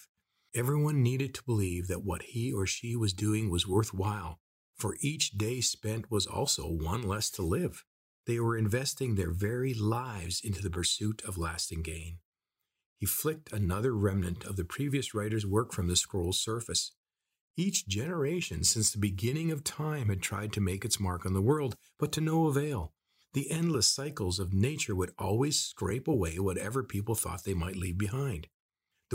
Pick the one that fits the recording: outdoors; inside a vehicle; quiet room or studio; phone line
quiet room or studio